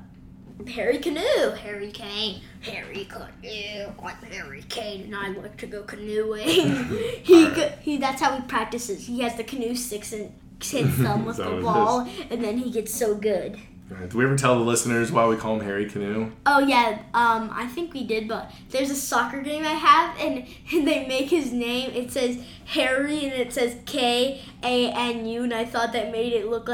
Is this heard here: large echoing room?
no